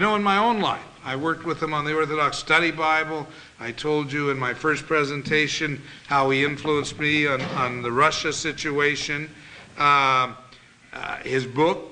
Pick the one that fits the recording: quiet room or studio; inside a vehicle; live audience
live audience